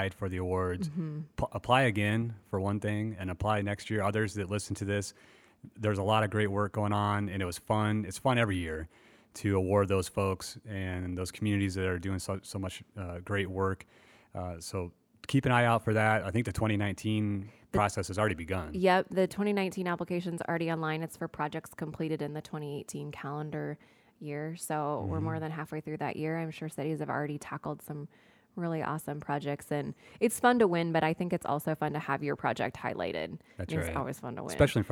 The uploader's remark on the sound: We took The Square on the road! This month's episode features interviews with city officials in the Exhibit Hall at the 2018 Annual Conference & Exhibit in Council Bluffs.